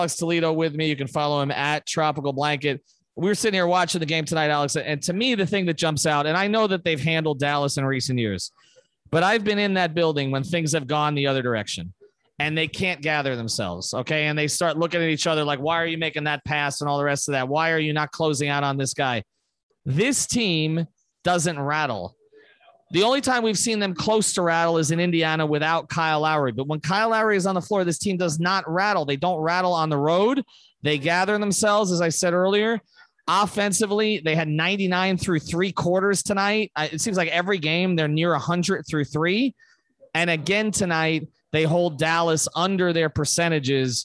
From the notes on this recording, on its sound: The podcast is live from Dangerous Minds Brewing in Pompano Beach.